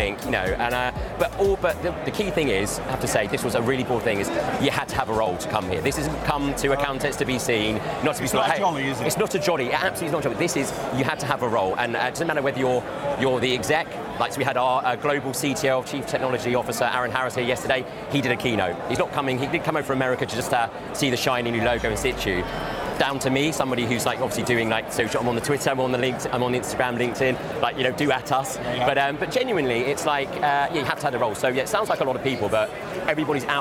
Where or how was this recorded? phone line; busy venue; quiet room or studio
busy venue